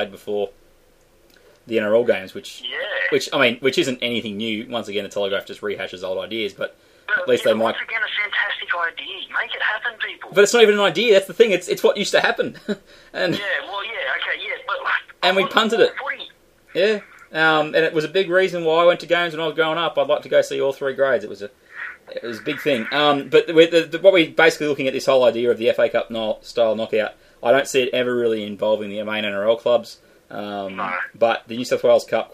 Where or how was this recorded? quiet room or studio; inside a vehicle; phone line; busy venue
phone line